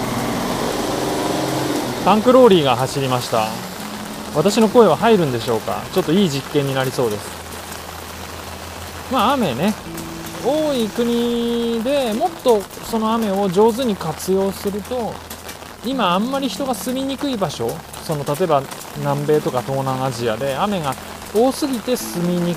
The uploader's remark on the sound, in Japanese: 雨の中の録音。新しいマイクで雨の中録音してみました。